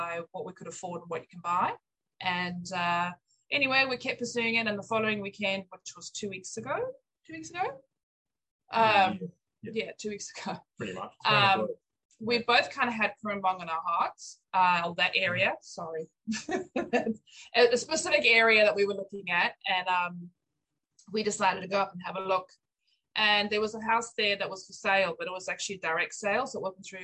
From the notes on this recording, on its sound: ZOOM Church